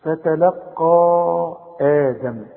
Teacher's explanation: وبعد فتلقى دي آدم، عندي الأول مد فتلقى، ده عند الوصل فتلقى، مد أربع حركات علشان بعد المد ده همس